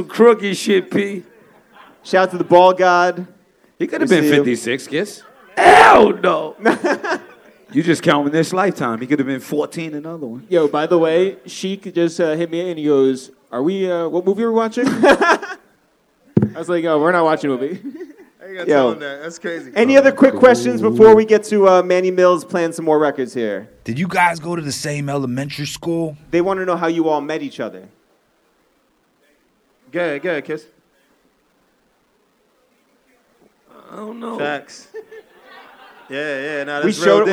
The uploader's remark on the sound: joined by a raucous audience at Highline Ballroom in NYC